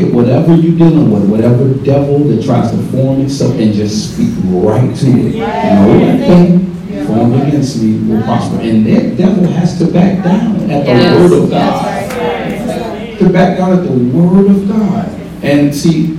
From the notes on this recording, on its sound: Listening Party_Live From Atlanta, GA. Woods Gospel Entertainment Podcast live from the road.